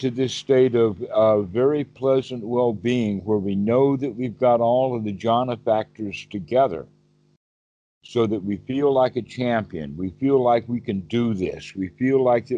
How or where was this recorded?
video call